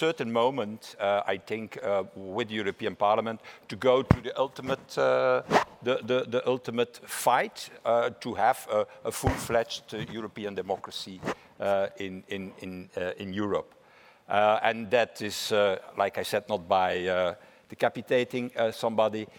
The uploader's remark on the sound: This episode was originally a live event. In the European Parliament in Brussels.